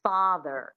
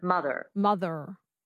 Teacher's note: the standard American accent, one of the defining features is definitely the rhotic R. But in the transatlantic accent, there's no R.